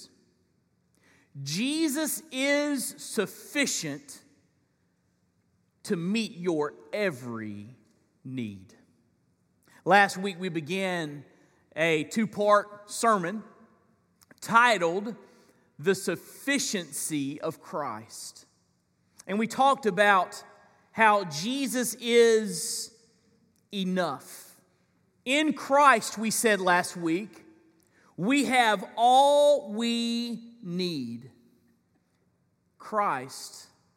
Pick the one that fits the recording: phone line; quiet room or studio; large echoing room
large echoing room